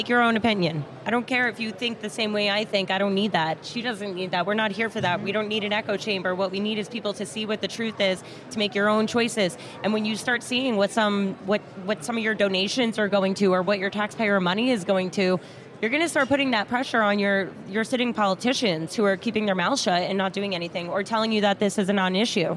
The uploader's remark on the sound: while on media row at CPAC in Washington D